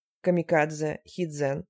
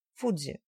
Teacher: различают «дз» – твердое, «камикадзе», «хидзен» и «дз» – мягкое, дребезжащее, «фудзи»